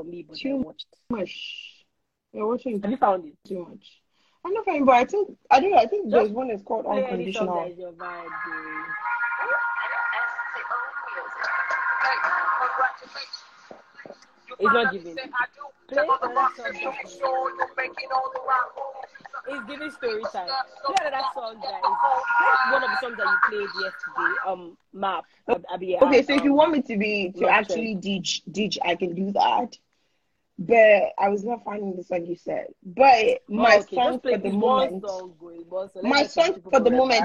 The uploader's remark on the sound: Believer's Banter from IG Live.